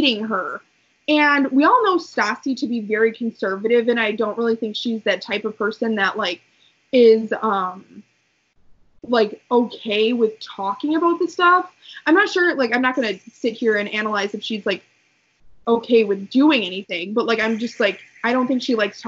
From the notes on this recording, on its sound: An episode filled with poor connection, hurricanes.